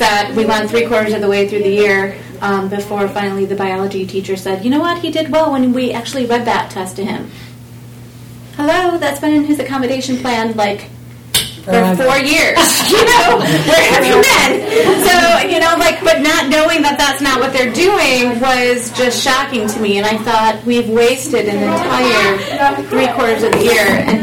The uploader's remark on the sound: Podcasting live from the "Inclusive City" On The Table 2017 discussion event in Clarendon Hills, Illinois, sponsored by The Chicago Community Trust and Special Olympics Illinois.